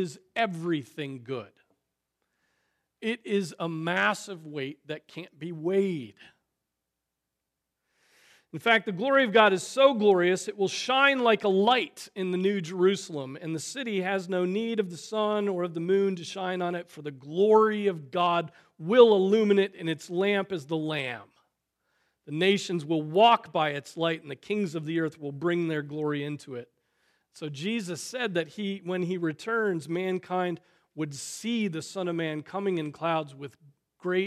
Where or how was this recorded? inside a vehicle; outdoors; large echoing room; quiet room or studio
large echoing room